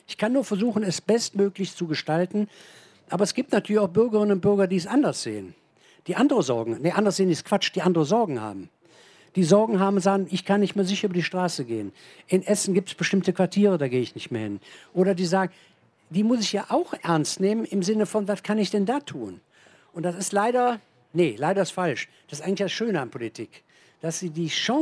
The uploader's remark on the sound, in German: auf der Hauptbühne beim Campfire-Festival in Düsseldorf